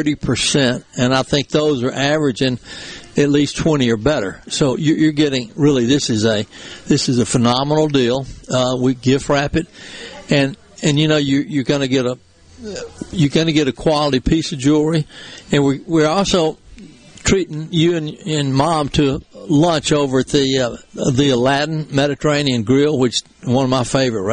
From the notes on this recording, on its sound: MidDays is LIVE from Carter's Jewelers getting ready for Mother's Day with their big "Balloon Pop" sale!